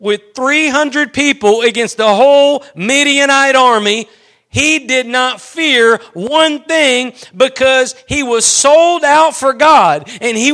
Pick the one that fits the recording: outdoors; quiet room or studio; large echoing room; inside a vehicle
large echoing room